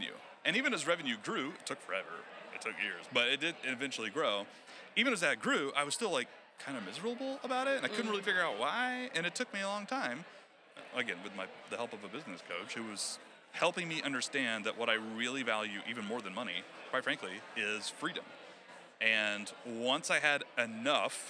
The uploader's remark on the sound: Join us live from FinCon 2023.